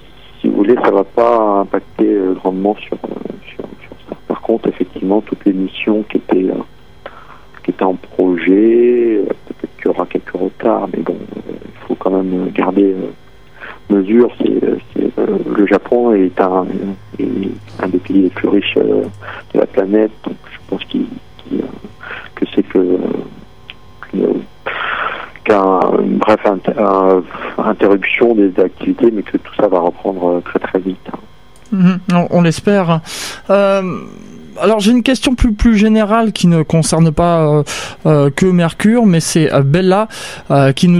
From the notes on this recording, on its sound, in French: Astrophysicien à l'observatoire de Paris (par téléphone).